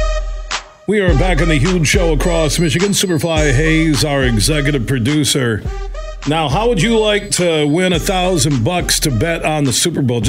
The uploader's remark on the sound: we took your calls throughout the show